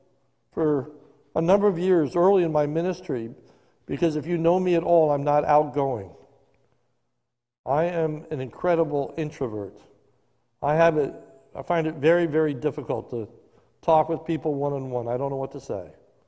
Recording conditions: large echoing room